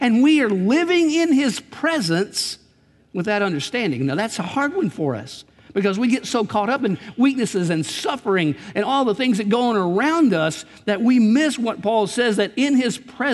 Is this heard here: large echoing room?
yes